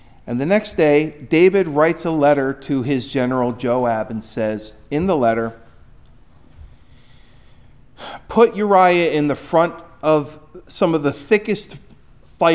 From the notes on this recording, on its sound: Recorded at Hudson UMC on February 14, 2024